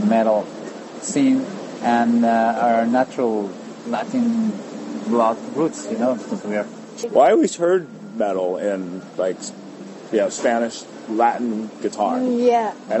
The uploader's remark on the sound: Captured the conversation as they shared food and wine overlooking Zihuatanejo Bay, after a day of recording.